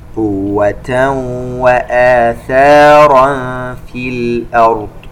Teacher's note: تنوين وبعده حرف الواو إدغام بغنة